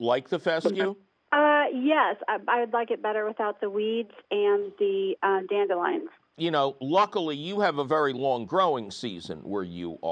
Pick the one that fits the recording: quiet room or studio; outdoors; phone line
phone line